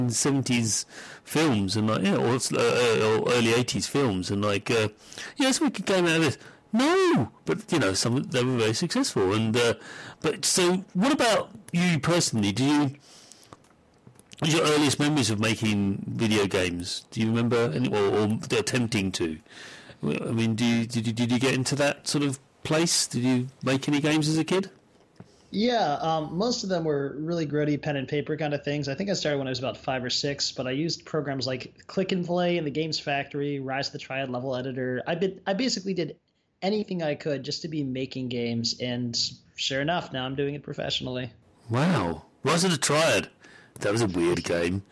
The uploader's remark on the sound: Due to an audio fault this episode has a significant amount of distortion. Attempts have been made to repair it to no avail, listen with caution.